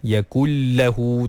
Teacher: Masukkan sahaja nun ke dalam lam. Tanpa memanjangkan gunnah dia. · Term: idgham